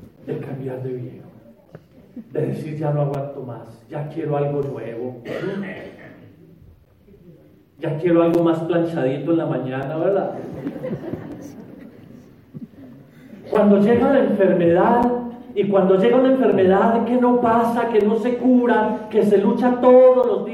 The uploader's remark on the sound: The audio files are Sunday mass homilies from Our Lady of Purification Church (Spanish) in Dona Ana, N.M.